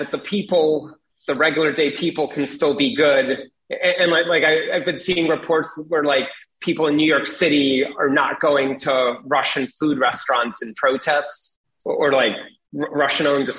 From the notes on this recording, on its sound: joined me over Zoom